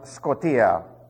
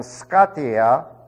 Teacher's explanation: Now, there is a vast difference between the two. And there are those that always want to make the omicron an ah sound. It's not an ah sound, it's an o. · Shown in: first take · And what it is, it's the small o, hence o micron.